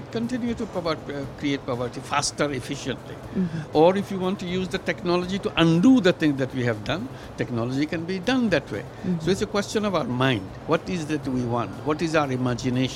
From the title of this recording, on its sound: Live from IGCF 2022